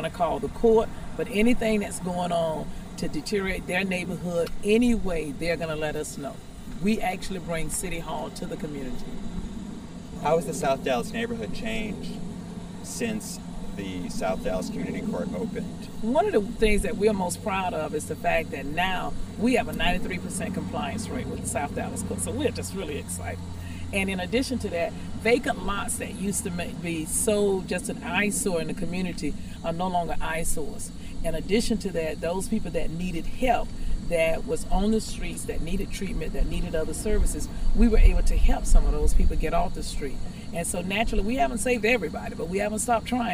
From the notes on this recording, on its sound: My role at the conference was to interview participants